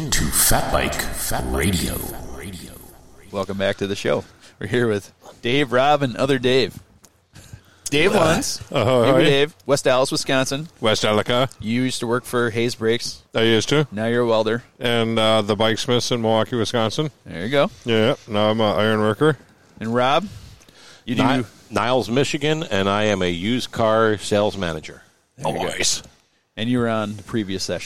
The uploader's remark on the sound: The premier episode was recorded at Silver Lake State Park on the shores of Lake Michigan in the State of Michigan.